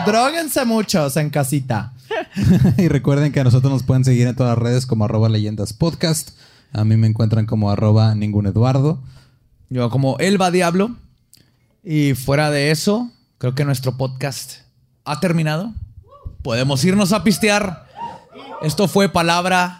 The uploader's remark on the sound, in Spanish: en vivo